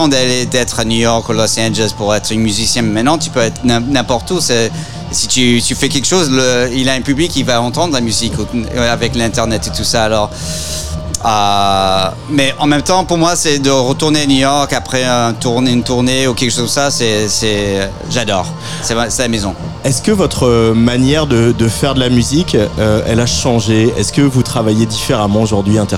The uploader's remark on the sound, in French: Pour cette dernière émission en direct de Beauregard